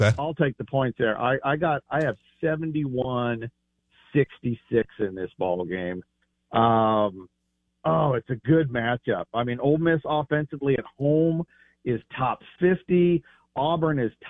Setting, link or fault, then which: link, phone line